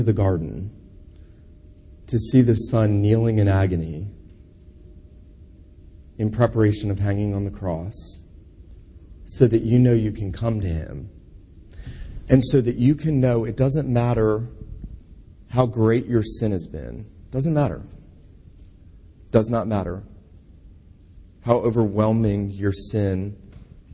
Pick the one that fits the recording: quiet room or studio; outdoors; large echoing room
large echoing room